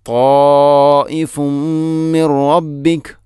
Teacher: ഇനി ത്വാഇഫുൻ മിൻ റബ്ബിക, ത്വാഇഫുൻ അവിടെ ഫഅമിൽ ലമ്മു തൻവീനാണ്, ശേഷം മീം, ഇങ്ങനെ വരുമ്പോൾ ഇദ്ഗാം കാമിൽ, പൂർണ്ണമായിട്ടും തൻവീനിനെ മീമിലേക്ക് കൂട്ടി ലയിപ്പിക്കണം